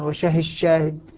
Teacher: الدال في الشين أصبحت شينا مشددة